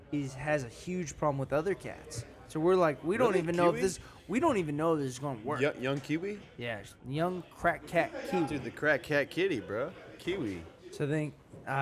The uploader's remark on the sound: As we start drinking the topics change go in an out. Thank you 04 lounge. Letting us record, great time at a chill bar.